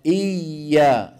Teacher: صوت الياء لا ينقطع لأنها حرف رخو